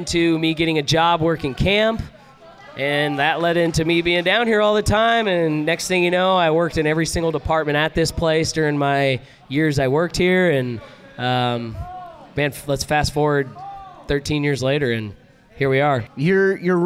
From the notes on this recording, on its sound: Live at TSR Cablestock 2017. Comes to you from the Texas Ski Ranch and the 2017 TSR Cablestock. Records in front of a live crowd during the annual Charity Casino Night Event.